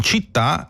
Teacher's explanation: In città l'accento cade sulla sillaba finale · Term: accento tonico